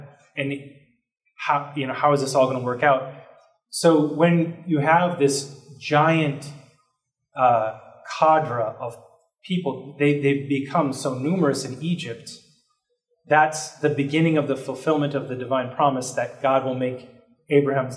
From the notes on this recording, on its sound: This lecture was given on May 2nd, 2023, at the University of Washington.